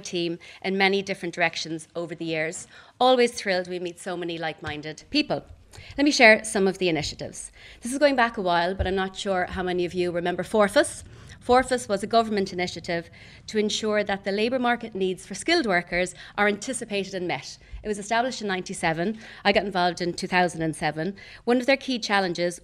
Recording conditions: live audience